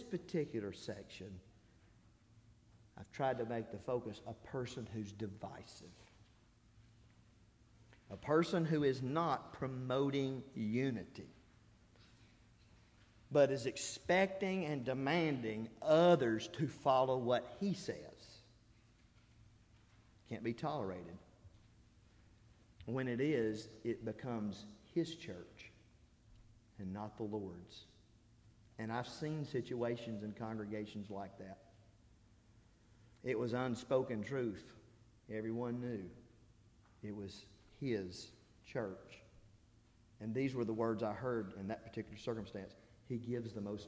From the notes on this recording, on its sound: This is the Wednesday Sermon I preached during the Spiritual Revival I conducted at Harrisburg church of Christ.